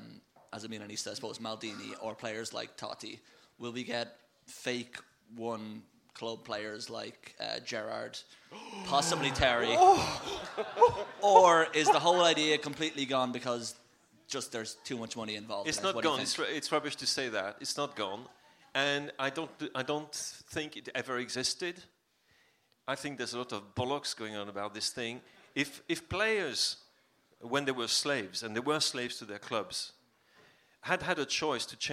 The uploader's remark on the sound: The second half of our Q&A event at Dublin’s Sugar Club held on Monday 24th April. Some of the comments made on the night were strictly off the record, so you’ll notice a couple of dips in the sound on occasion.